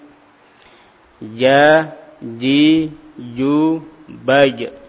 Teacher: huruf jim adalah dengan yakni tengah-tengah lidah menempel dengan langit-langit atas, ya. Jadi bukan ja, sebagaimana yang sering kita ucapkan ja, ji, ju, ya.